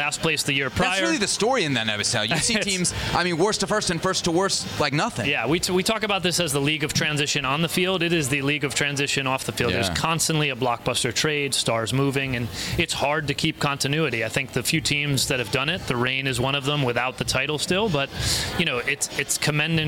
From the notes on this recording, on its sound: live from San Diego, California on NWSL Media Day